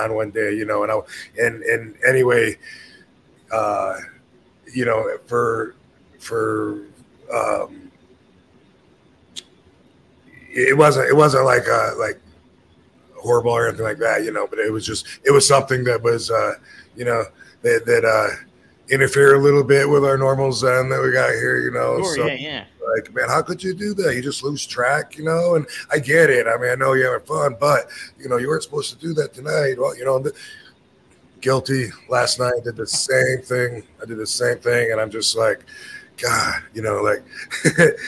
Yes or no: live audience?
no